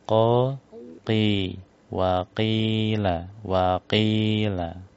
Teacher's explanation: Selanjutnya di huruf qafnya ditebalkan.